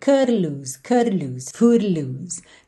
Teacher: Não colocou uma vogal, curry, mas chegou a fazer assim um, uma vibraçãozinha da língua no céu da boca.